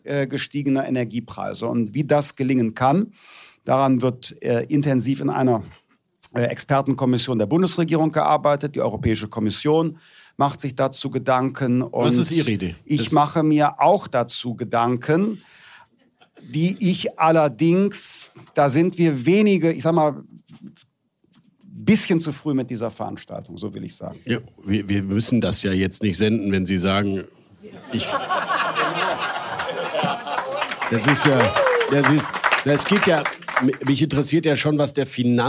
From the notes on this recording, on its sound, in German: Einer Veranstaltung vor Publikum von rund 100 Menschen. Zahlreiche Pioneers aus dem Publikum.